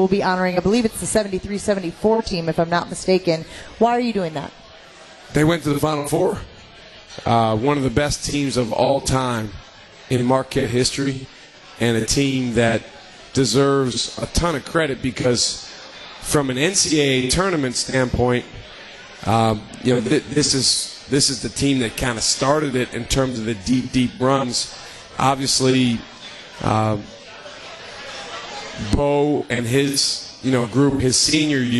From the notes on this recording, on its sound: LIVE from MOTOR Bar & Restaurant